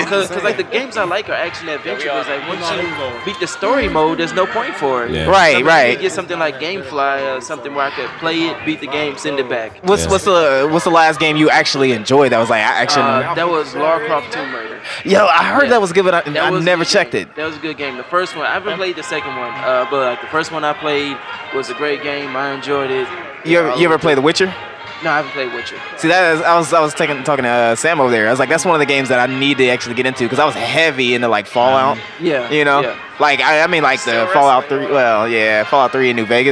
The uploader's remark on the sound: Recording live from Dream Con 2019 in Waco Texas. We interviewed a fan and vender at Dream Con.